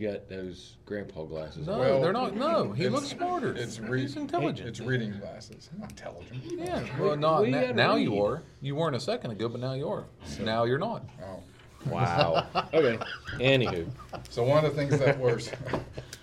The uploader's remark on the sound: come to you live from the VFW in Westover